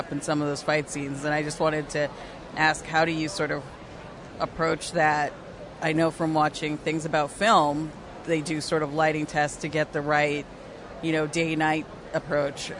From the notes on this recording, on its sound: Recorded at Fan Expo Canada